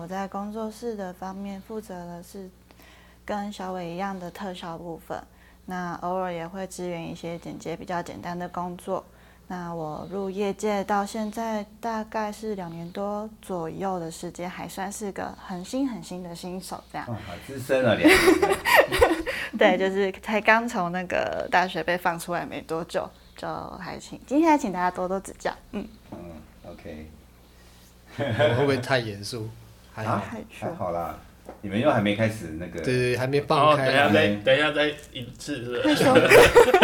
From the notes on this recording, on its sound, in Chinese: 現場錄音大亂鬥，人窮麥克風少，收音品質差強人意